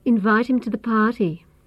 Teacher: pronouns which begin with h, like him, her, or his, drop this h sound in the weak form